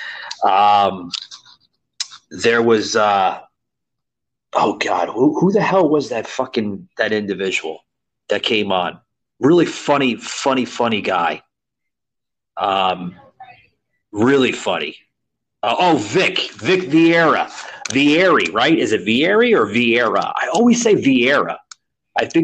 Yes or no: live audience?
no